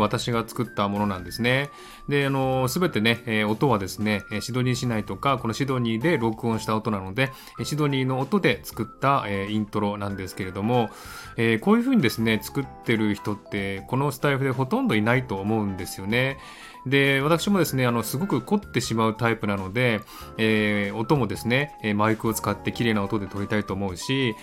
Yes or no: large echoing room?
no